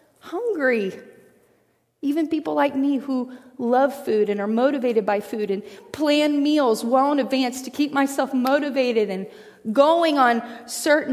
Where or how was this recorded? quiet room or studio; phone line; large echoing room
large echoing room